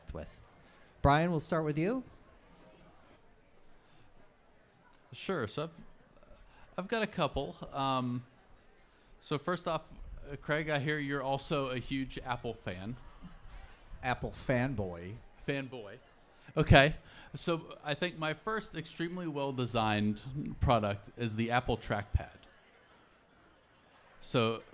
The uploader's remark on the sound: This conversation was recorded live at the 2023 Nordic Summer Social in Madison, WI.